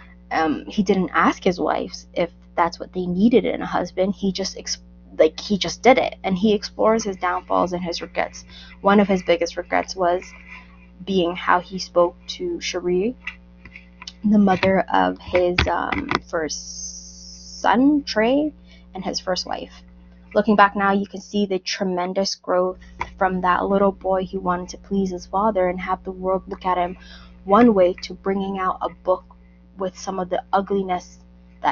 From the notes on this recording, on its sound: I ONLY NOTICED AFTER UPLOADING, THAT MY MIC WAS HAVING ISSUES. I'M CHANGING THE MIC AS WE SPEAK.